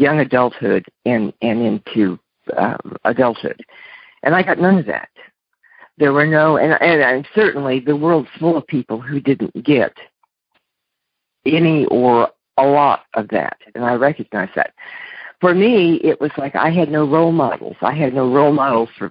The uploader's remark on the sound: Monday Noon Phone Speakers Series.